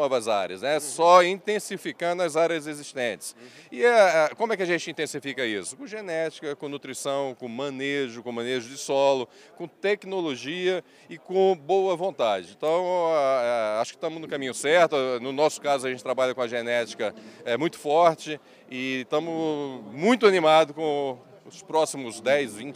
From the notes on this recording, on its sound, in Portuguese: durante a cerimônia de abertura oficial da ExpoZebu 2023